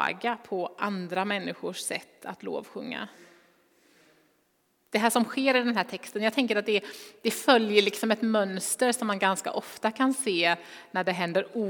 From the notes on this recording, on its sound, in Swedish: Inspelning från Immanuelskyrkan Skövde.